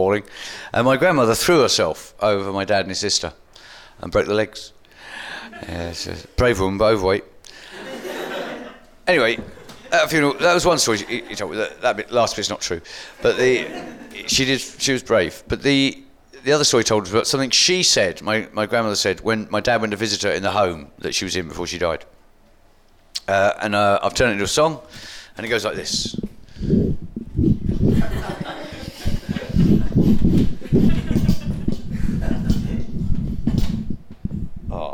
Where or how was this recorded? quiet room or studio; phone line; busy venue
busy venue